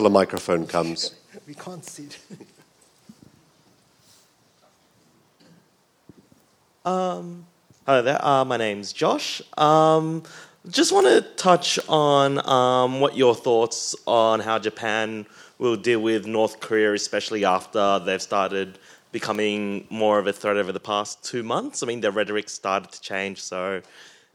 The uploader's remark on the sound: A La Trobe Asia event supported by the Consulate General of Japan in Melbourne Recorded at State Library of Victoria on 11 November 2019.